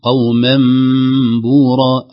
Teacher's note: ننتبه أن الغنة هنا مرققة بعدما التنوين